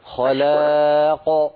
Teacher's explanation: انتبهي إلى تفخيم القاف من خلاق عند الوقف هكذا. خلاق بضغط الصوت.